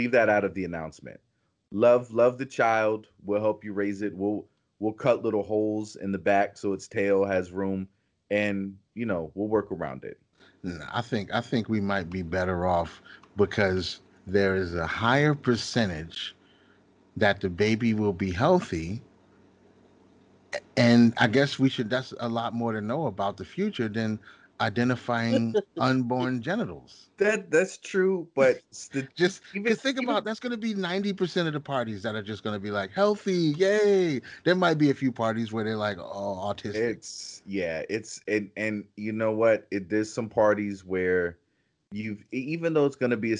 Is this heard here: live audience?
no